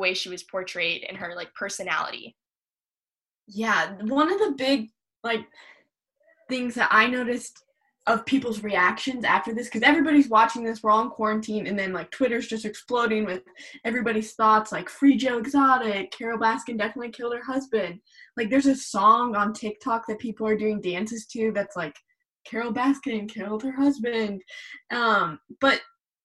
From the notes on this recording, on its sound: Four of our audio staffers get together over Zoom